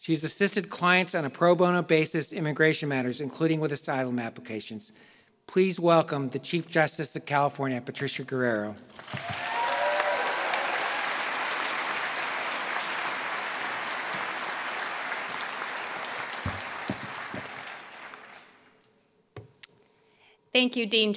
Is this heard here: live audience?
yes